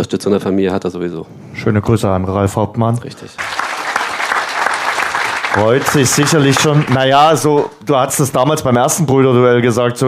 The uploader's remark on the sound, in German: Der Live-Talk aus dem Luisenhof. Hatten wir das Vergnügen, zum vierten Mal einen Livetalk mit Publikum zu veranstalten.